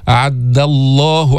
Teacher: دال مستفلة منفتحة ما فيها استعلاء ما فيها تفخيم ما فيها إطباق